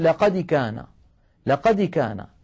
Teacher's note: الدال تميل إلى الكسر ميلا واضحا